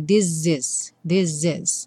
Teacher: O primeiro S ganha um som de Z, né? This is, this is.